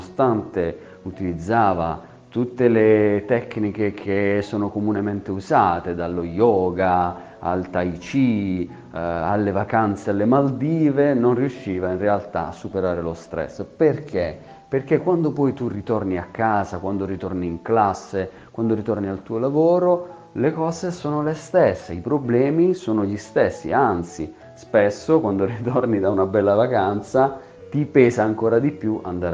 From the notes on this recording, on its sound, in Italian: Chiacchiere al telefono